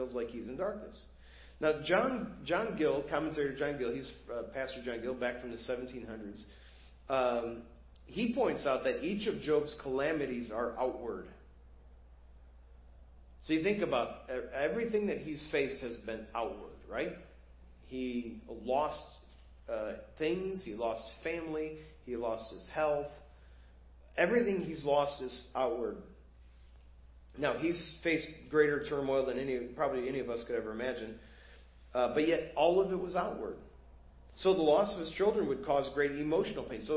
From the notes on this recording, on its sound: Preached at First Baptist Church of Hazel Park